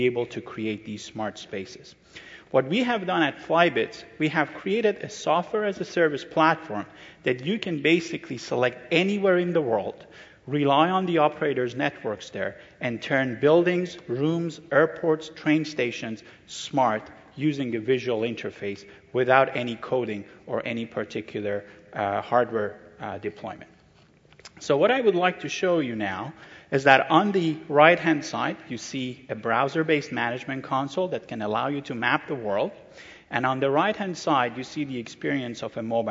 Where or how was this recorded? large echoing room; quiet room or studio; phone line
large echoing room